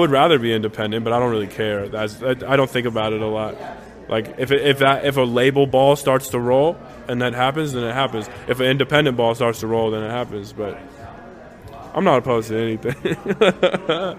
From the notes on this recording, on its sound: Recorded at South Sixth Bodega. Tucson.